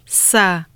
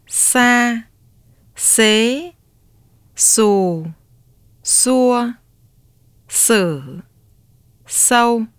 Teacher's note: Sa is the voiceless counterpart of the consonant za. It is similar to the English sound s in sand, some. This consonant in Vietnamese is denoted by the character x.